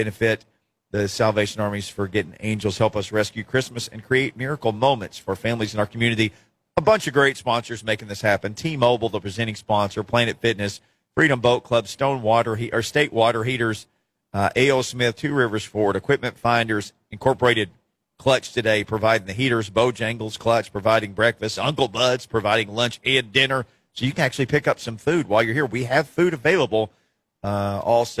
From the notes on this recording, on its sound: Live at Toy Field in Nissan Stadium